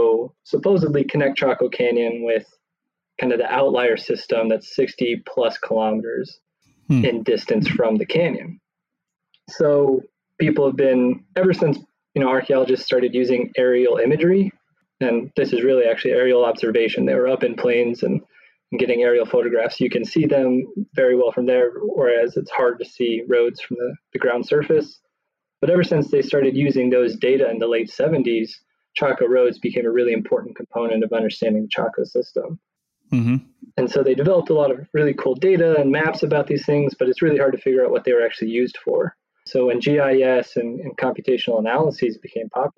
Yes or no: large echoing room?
no